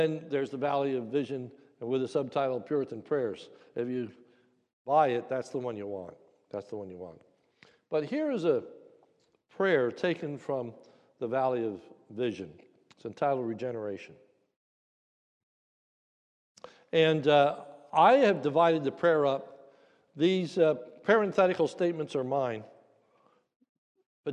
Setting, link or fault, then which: setting, large echoing room